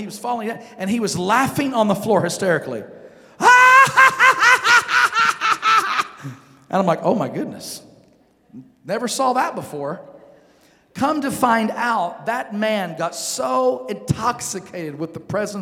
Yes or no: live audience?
yes